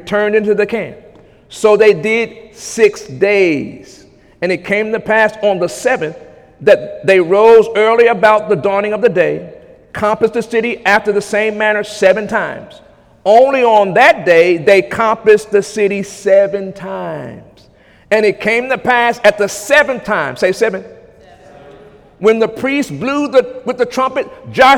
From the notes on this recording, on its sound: During Sunday morning service